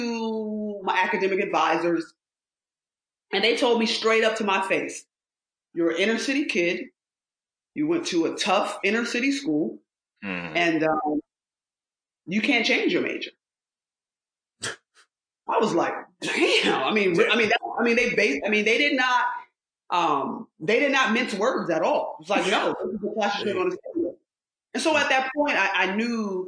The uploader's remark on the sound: a more bootleg time for us (audio much less cute than now)